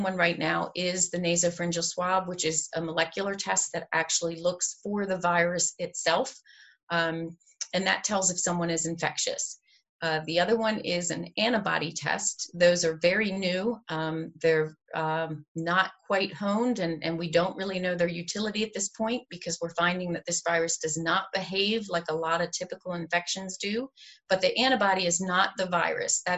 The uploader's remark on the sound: COVID-19 Virtual Town Hall meeting - Healthcare.